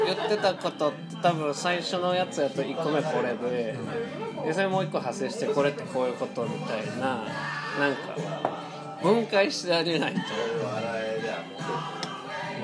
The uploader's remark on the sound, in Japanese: 居酒屋トークを録音してみるという試みです。未編集です。。